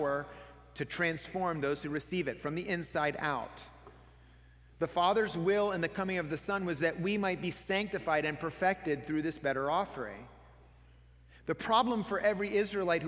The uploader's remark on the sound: This is a sermon from Sojourn Heights Church in Houston, TX.